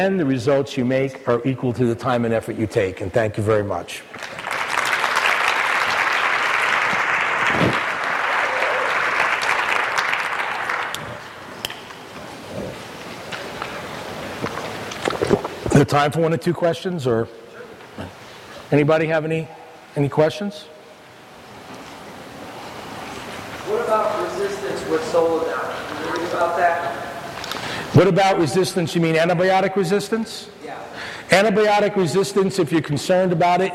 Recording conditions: live audience